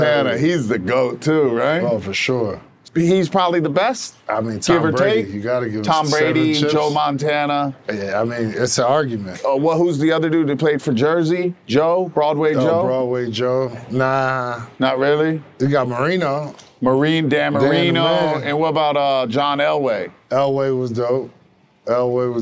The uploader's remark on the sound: Shot on location at Top Golf Las Vegas.